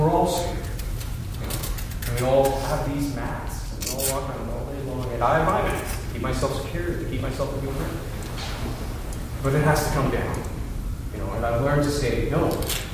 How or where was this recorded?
live audience